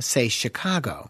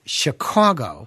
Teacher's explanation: We pronounce it Chicago, which is more of an aw sound versus an ah sound · Shown in: second take